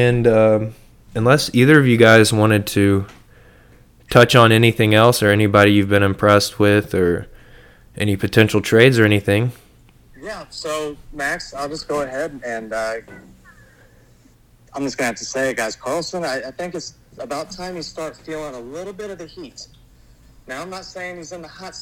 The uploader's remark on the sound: All 3 co-host join together over the phone